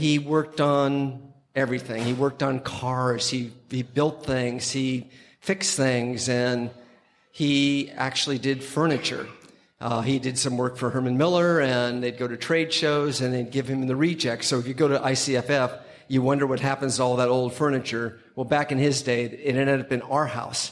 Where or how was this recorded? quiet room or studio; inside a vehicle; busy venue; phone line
busy venue